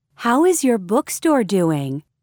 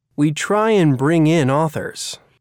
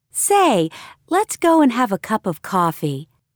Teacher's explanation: Notice how some vowel sounds are linked with a W or Y sound.